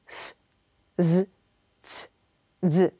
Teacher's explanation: W polszczyźnie wymawiamy je z czubkiem języka za zębami. Podczas artykulacji s i z tworzymy wąską szczelinę, a w przypadku c i dz najpierw zwarcie, a potem szczelinę.